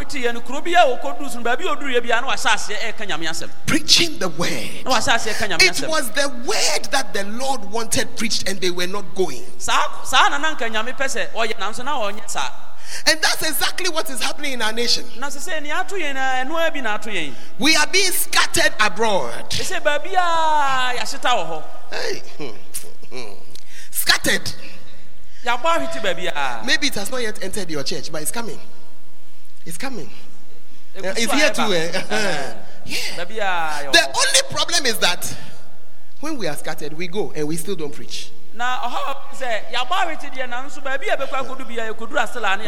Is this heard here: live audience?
yes